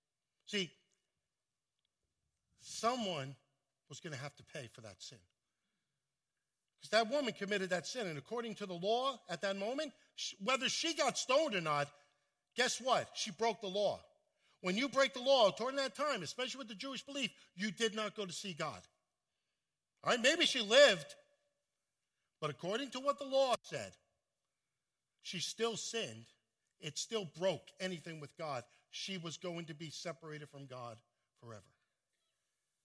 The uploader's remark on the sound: at Full Gospel Church in Livingston, NJ